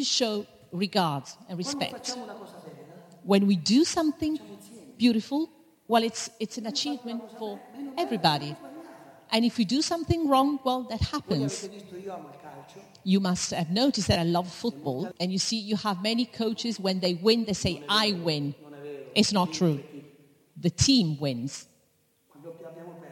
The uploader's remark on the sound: In front of a live audience, in a theatre in the village of Solomeo, Italy.